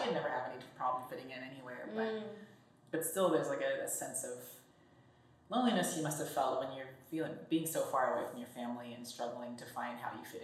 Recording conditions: poor microphone